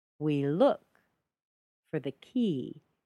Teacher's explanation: Now notice we is just shortened. It's not reduced, but shortened.